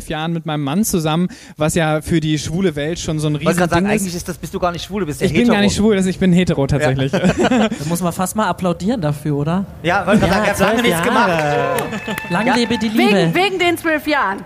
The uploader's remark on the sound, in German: Live-Podcast. Zum Pre-Opening des CSD Leipzig auf dem Augustusplatz.